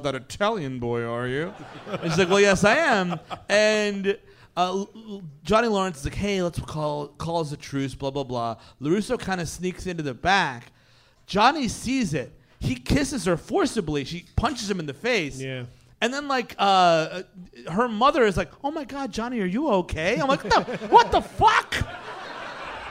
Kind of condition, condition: setting, live audience